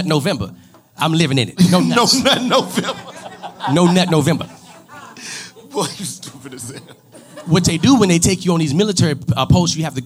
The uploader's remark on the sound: LIVE in Dallas